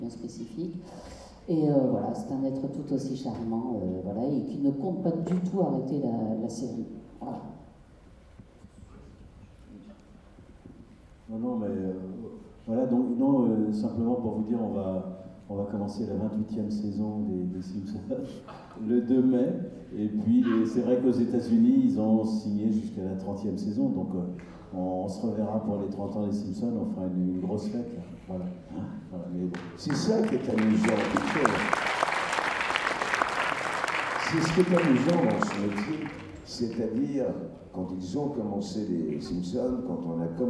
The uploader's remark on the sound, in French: Conférence TGS Springbreak 2017. Le panel des acteurs dont on connait plus la voix que le visage.